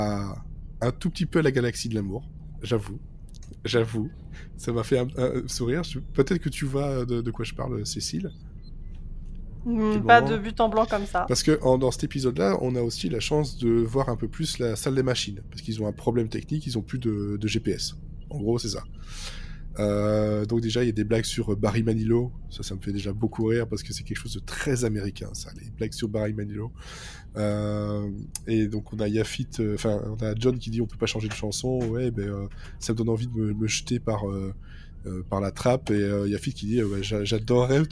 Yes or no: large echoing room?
no